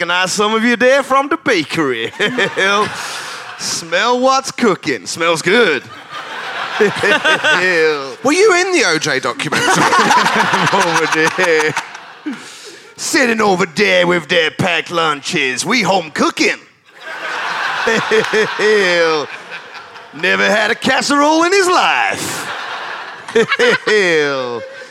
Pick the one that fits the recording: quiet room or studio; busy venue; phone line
busy venue